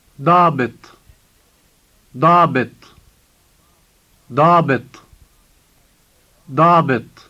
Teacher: The first sound is the emphatic D, and the word ends with the emphatic T.